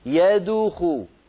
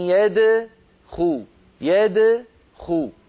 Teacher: بارك الله فيك، قولي مثلي، انظري لو سمحتي، أن يدخو يدخو، يعني لا تقولي يدخو، انظري سأنطق الخطأ، يدخو هنا ضممت شفتي عند الدال والدال ساكنة مقلقلة، الضمة للخاء التي بعدها · Shown in: second take · الصواب هكذا، أن يدخو يدخو.